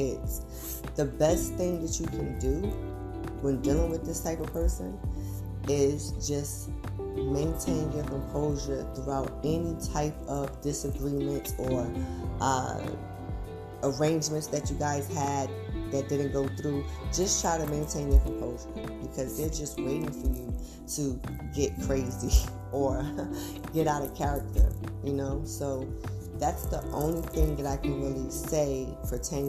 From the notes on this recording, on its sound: there are two different background sounds couldn't change it before uploading sorry